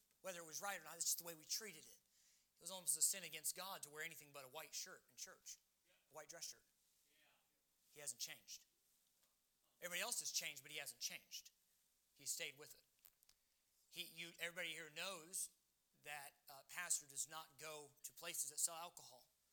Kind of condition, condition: setting, large echoing room